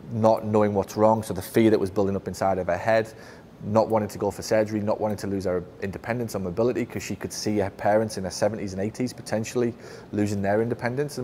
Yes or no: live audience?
yes